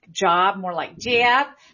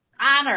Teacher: one of the classic features of the northern city shift is you say a word like job, more like jab.